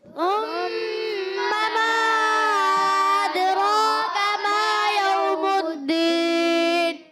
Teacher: ثم ميم مشدد ایک الف کا غنہ کریں گے، سا کی ادائیگی کلیئر کریں گے، سین سے نہیں بدلنا.